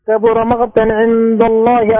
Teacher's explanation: القاف الساكنة مقتا لم تخرج شديدة، خرجت من مخرج الغين تقريبا، لا أخرجها أخرجها بانسداد أقصى اللسان، أق مق.